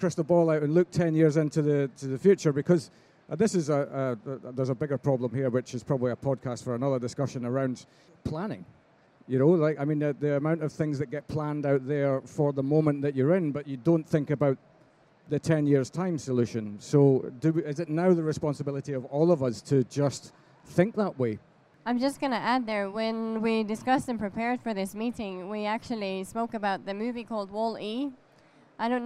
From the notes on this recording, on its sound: We thought it would be great to conduct 2 live podcast recordings on the subject of how today’s trends impact the industry of tomorrow. Questions from the audience.